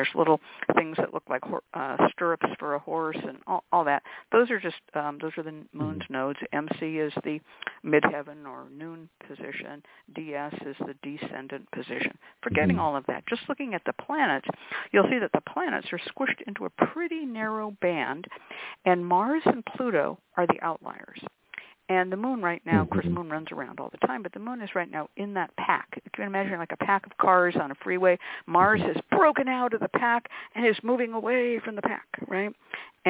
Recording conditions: phone line